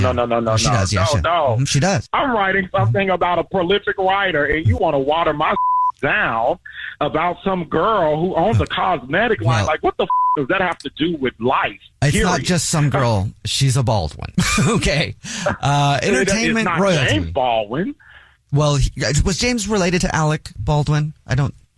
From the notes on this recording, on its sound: Phone Prank